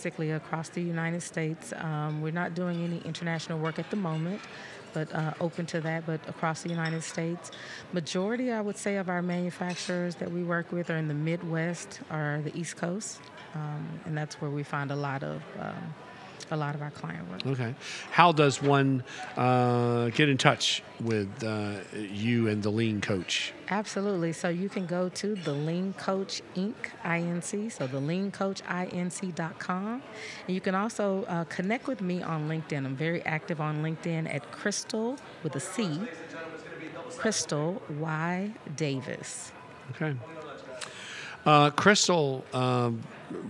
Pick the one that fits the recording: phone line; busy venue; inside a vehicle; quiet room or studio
busy venue